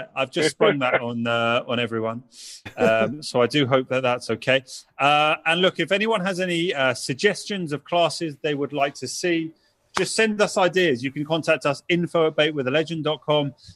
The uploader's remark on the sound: we held a special live webinar, from which this podcast is recorded